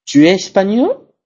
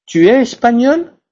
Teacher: Y la tercera, que es la más complicada, que es la entonación montante, que al final hago una entonación subida · Shown in: first take · Por ejemplo, ¿tú eres español?